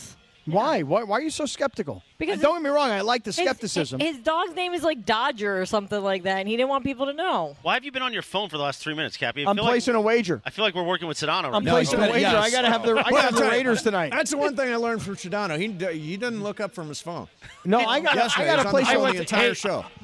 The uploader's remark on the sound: LIVE FROM YAAMAVA!